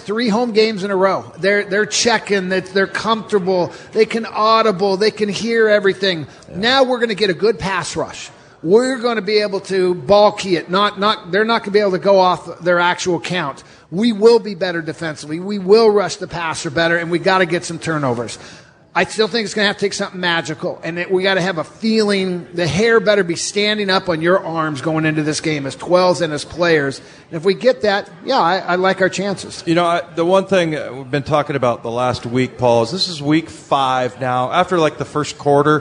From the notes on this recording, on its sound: Joins the show live at Pearl Bar and Dining.